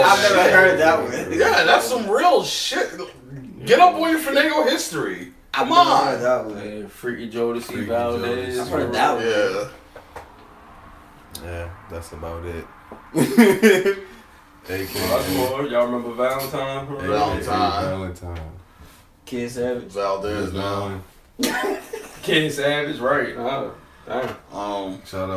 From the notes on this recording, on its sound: This episode has a lot of technical difficulties. If it seems like the convo just jumped to another point very abruptly, it absolutely did.